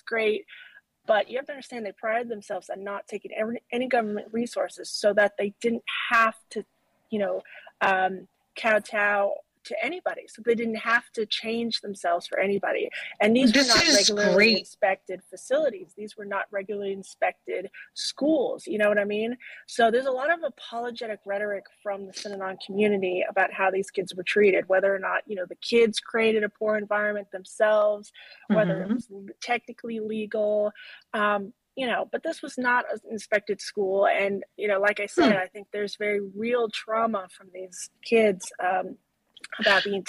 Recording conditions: video call